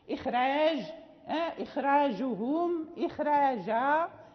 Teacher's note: فنقرأ الراء مرققة، يعني نقرأها مرققة ولو أن الخاء من حروف الاستعلاء فلا تمنع